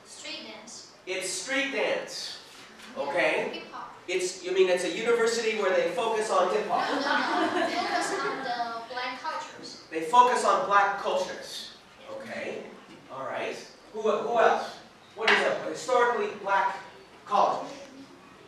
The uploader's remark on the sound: This recording was made at Sichuan University